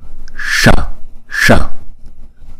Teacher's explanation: chữ s này uốn cong lưỡi là búng ra sha sha